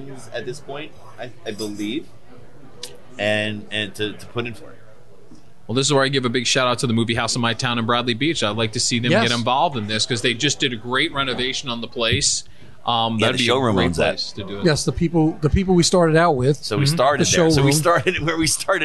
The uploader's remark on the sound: podcasts live from Maloney's Pub in Matawan NJ